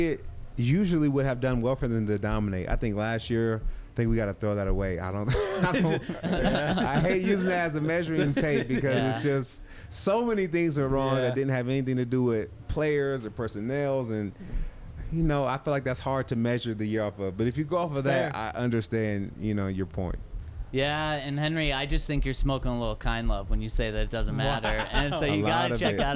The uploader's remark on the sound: coming to you LIVE from the DNVR Bar